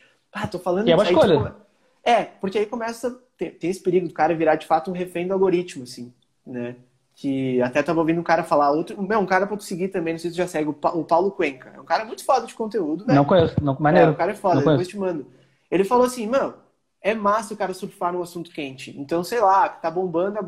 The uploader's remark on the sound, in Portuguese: conversa retirada de uma live no insta